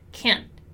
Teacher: And once again, we have that contraction that gives us a word that ends in an apostrophe T. And in American English, as you already know, we're gonna pronounce a silent T. So a short N ending.